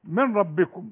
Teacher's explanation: النون بتاعت من ربكم إلغيها خالص